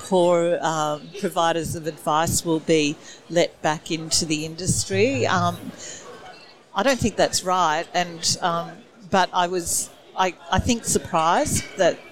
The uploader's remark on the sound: Recorded at the 2022 FPA Professionals Congress